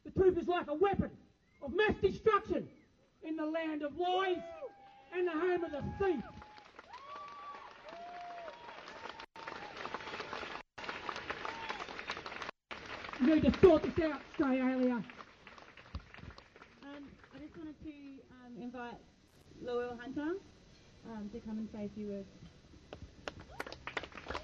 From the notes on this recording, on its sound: Live reporting from the March 13 rally against the proposed forced closure of remote Indigenous communities in WA. Includes interviews, speechs, and some general recording of the protest.